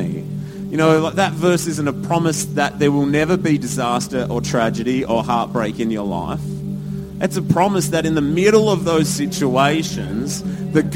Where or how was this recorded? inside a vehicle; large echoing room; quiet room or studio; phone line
large echoing room